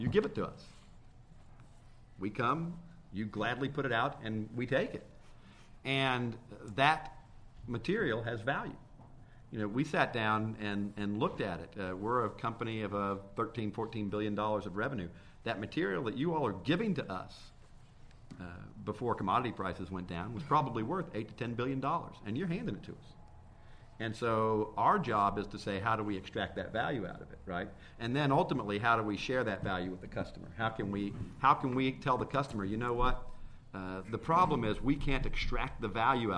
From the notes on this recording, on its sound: This program was recorded in front of a live audience